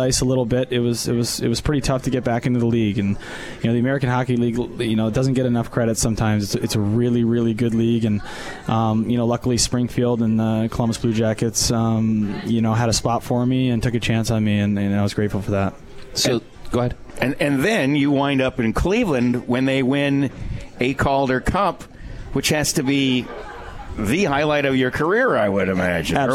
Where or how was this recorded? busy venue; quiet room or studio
busy venue